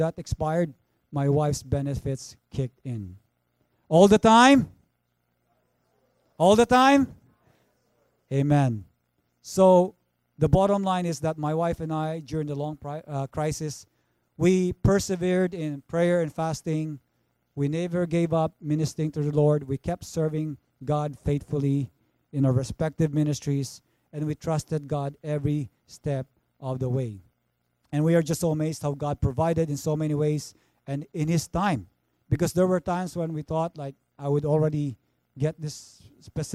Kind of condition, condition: setting, large echoing room